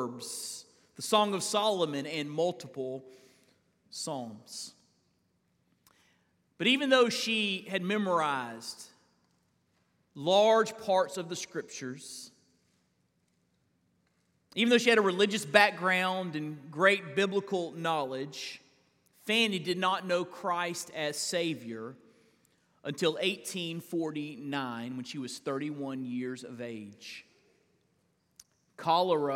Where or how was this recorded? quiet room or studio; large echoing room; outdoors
large echoing room